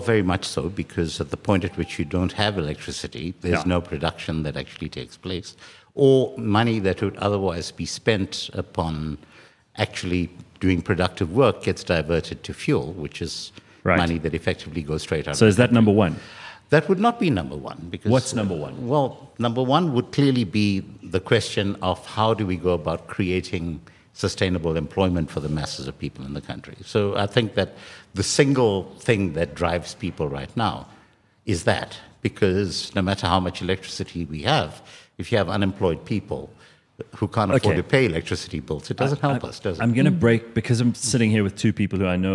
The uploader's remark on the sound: With a live audience at a special CliffCentral event.